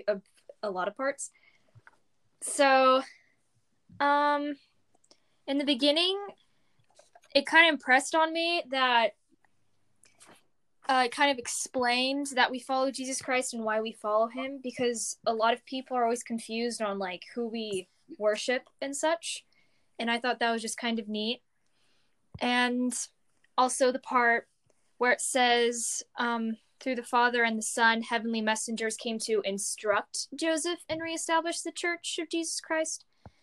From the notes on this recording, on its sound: I got some of my friends together, via an audio call. Because it was an audio call the audio may appear glitchy at times or cut people off.